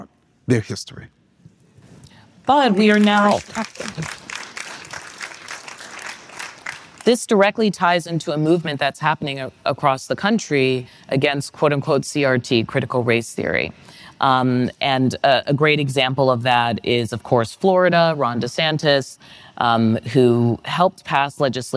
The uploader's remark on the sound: They spoke in front of a live audience at the Crosscut Ideas Festival in Seattle .